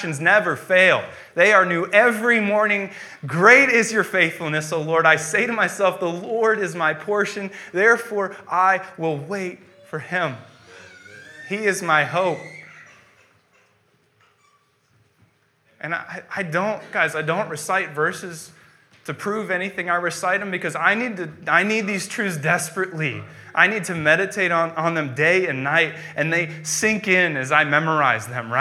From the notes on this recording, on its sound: preached on January 10th, 2015 at Veritas East